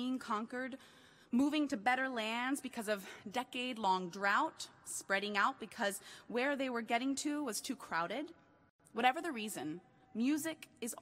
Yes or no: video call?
no